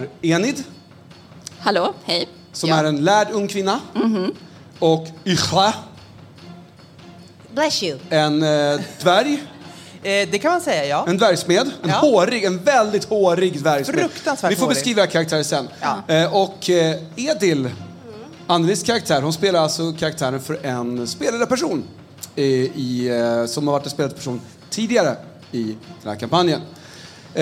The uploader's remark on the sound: Live at Spelkongress 23